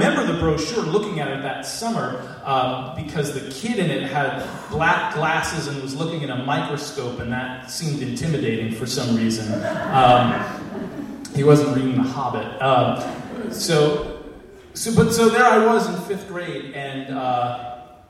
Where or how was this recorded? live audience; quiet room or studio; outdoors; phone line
live audience